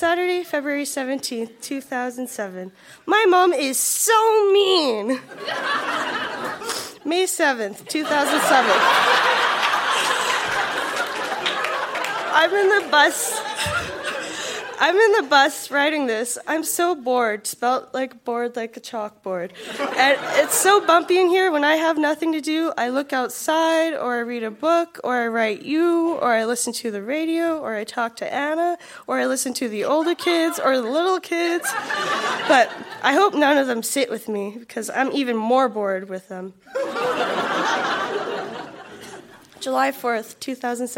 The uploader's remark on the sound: Recorded live at The Artesian in Regina.